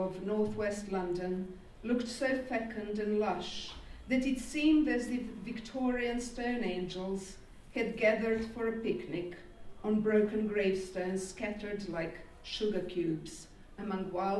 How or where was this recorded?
live audience